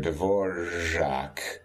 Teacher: the alveolar approximant R, which is a bit of tongue bunching, maybe tongue root retraction, so we get a little zh. The most famous place I can think of this occurring is in the Czech composer Dvorak, or rather Dvorak.